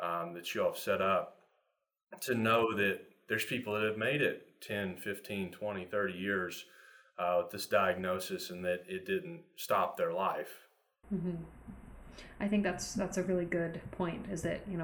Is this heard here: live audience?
no